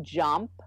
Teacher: you got some air going out your nose when you're saying in jump · Term: nasalized